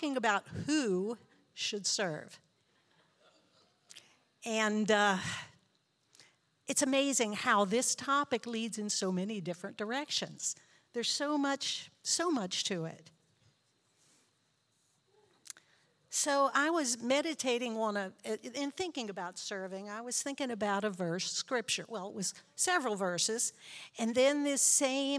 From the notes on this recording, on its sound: This JAT was recorded live on July 17th, 2022 at Newark United Pentecostal Church.